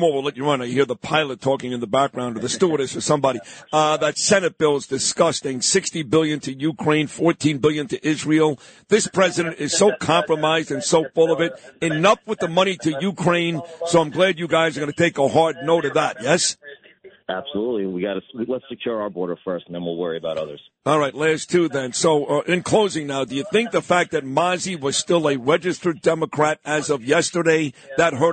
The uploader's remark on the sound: Calls in on his way back to Washington, D.C.